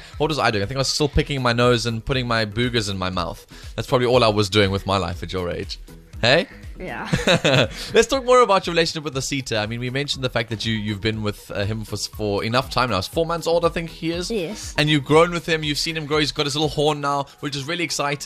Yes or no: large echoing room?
no